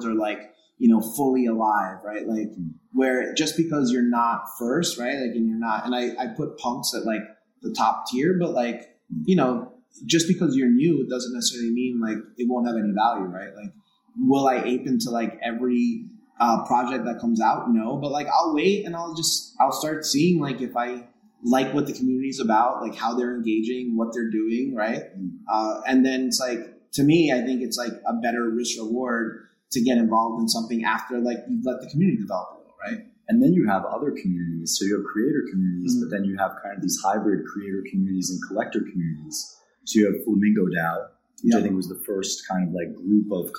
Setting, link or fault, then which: fault, poor sound quality